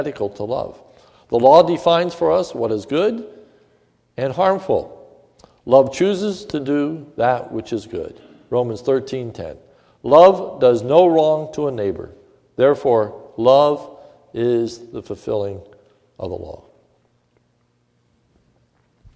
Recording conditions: large echoing room